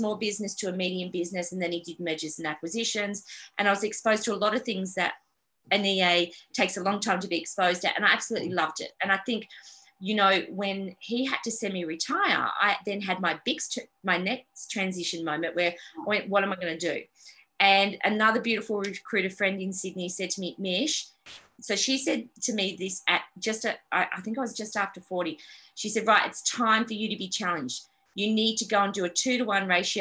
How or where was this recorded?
video call